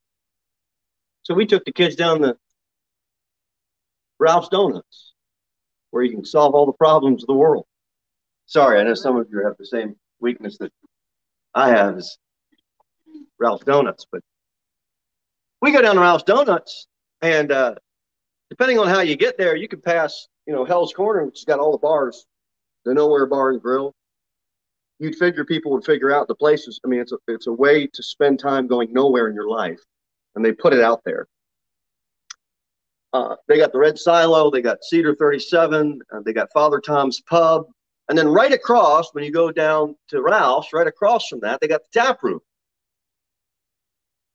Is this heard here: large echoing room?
yes